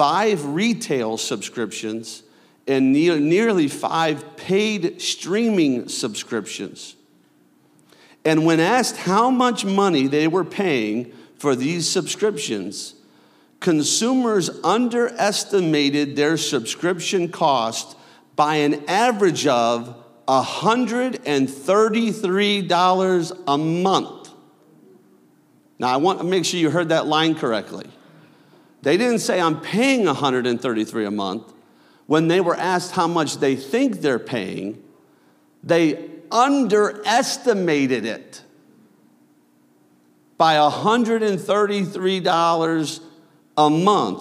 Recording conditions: large echoing room